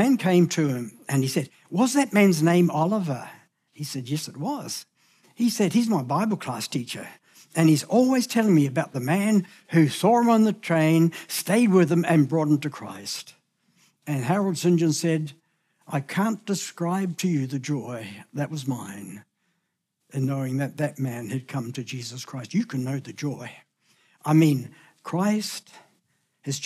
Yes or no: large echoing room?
yes